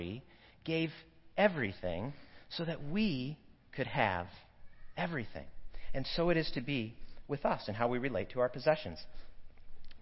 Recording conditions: large echoing room